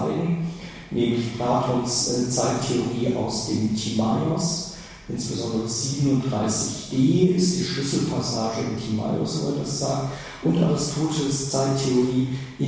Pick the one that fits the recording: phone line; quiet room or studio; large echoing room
large echoing room